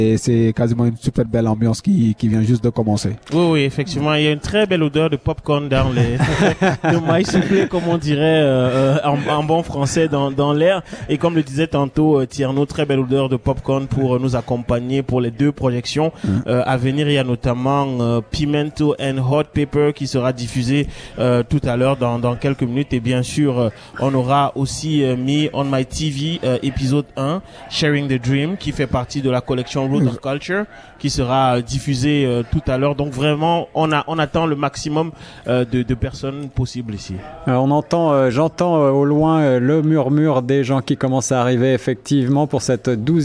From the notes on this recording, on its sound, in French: Emission terrain en direct du Caribbean Tales International Film Festival